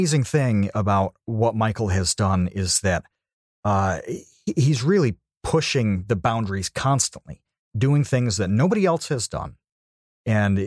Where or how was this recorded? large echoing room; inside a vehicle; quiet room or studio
quiet room or studio